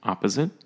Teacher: Opposite, right? The emphasis is on the first syllable.